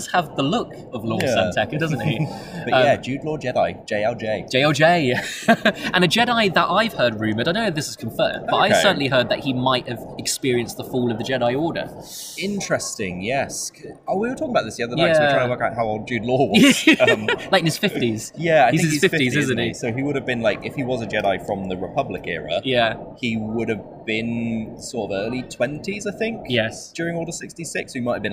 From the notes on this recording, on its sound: Star Wars Celebration live reaction special! Live and in person from the floor of Star Wars Celebration 2023!